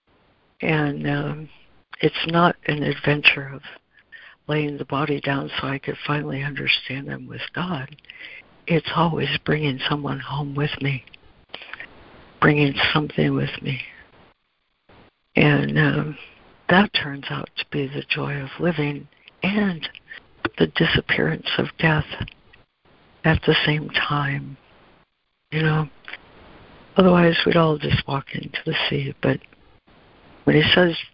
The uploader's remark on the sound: ACIM Daily Conference Call